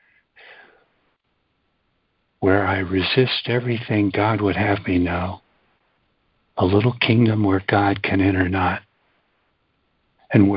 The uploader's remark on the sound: ACIM Daily Conference Call